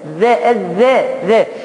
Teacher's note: طب والذال لسانك بيطلع منها يا أستاذ